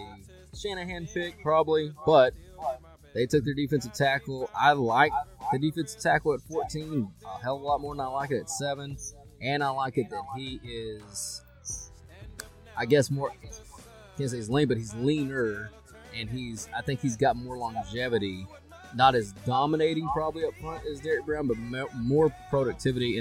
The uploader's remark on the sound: We do a live video poolside. Come listen or watch us drink beer and entertain you for an hour or so!!!